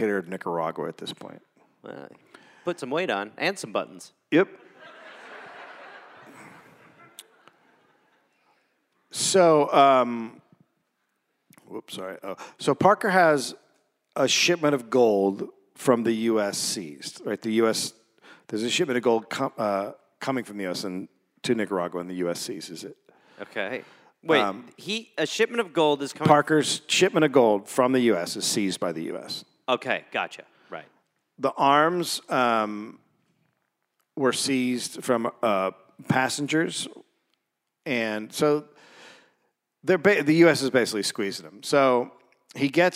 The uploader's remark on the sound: Recorded live in Louisville